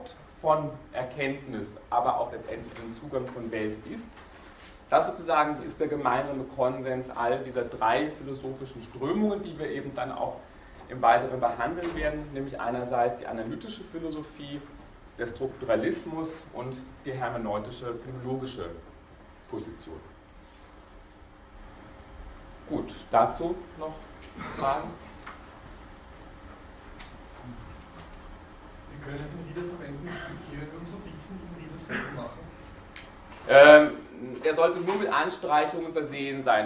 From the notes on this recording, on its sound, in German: Diese Vorlesung wurde von Studierenden aufgenommen